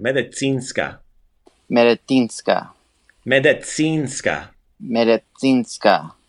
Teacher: when you're saying medicinska, make sure that C is a TS sound